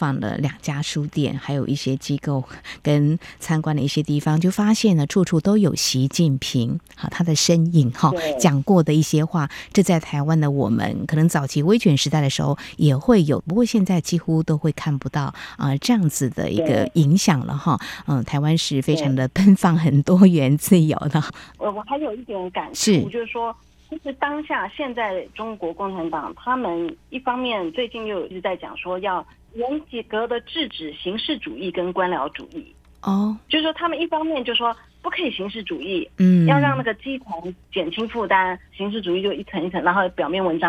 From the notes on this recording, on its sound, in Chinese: 連線訪問中央社駐上海記者